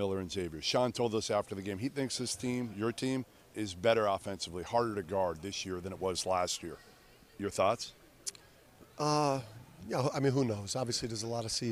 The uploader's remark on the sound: LIVE from UConn! LIVE from Hartford.